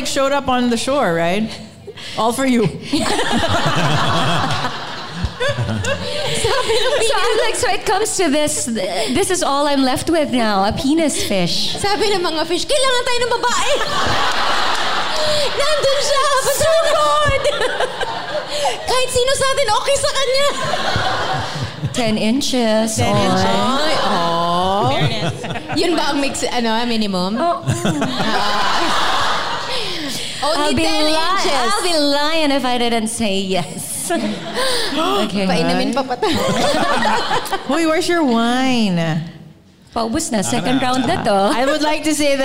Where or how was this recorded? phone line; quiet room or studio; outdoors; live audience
live audience